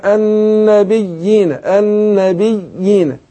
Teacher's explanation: فأنا أنطق زي أعمل فصلة بسيطة بين اليائين واخد بالك بمقدار ألف · Term: مد تمكين